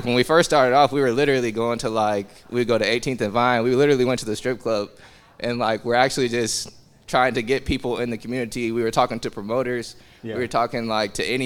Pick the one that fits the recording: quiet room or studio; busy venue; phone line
busy venue